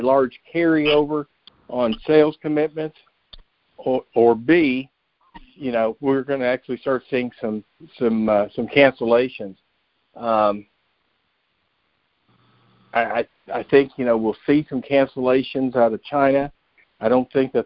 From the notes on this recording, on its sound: Monthly Conference Call On Cotton.